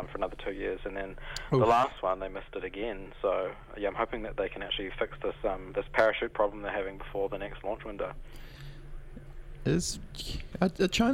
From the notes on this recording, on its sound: phones in to chat